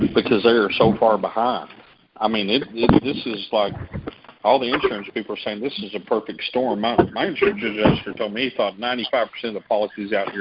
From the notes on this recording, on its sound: November 2022 Monthly Conference Call On Cotton.